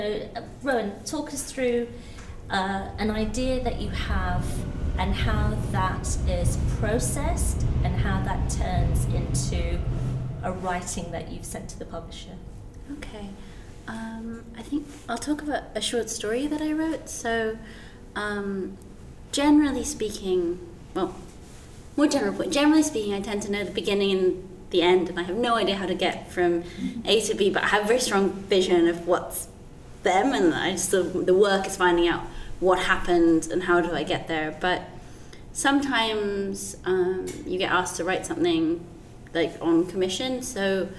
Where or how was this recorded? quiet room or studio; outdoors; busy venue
busy venue